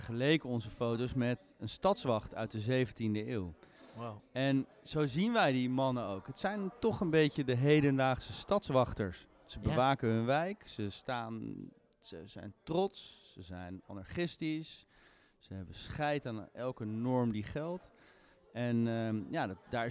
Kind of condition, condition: setting, busy venue